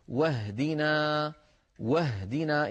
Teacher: فالهمزة سقطت هنا لأنها صارت في وسط الكلام. بينما لو بدأنا بكلمة بفعل اهدنا كما في الفاتحة نقول اهدنا اهدنا. · Term: همزة الوصل